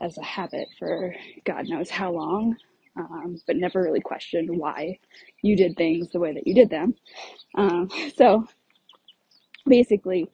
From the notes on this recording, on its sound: I recorded this episode while on a walk in my neighborhood and the audio starts out a little broken-up but it does get clearer about 2 minutes in!